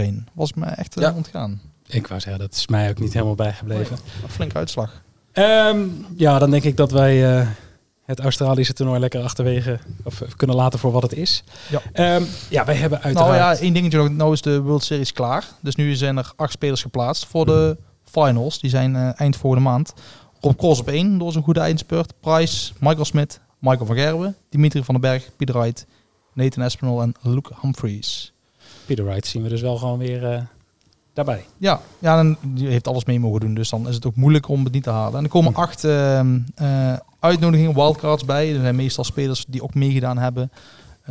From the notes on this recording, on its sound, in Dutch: Opgenomen op een prachtige locatie: Café 't Zwaantje in Eindhoven.